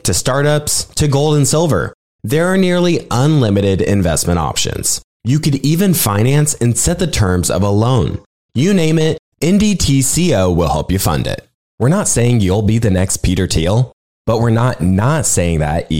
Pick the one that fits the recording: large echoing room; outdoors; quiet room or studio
quiet room or studio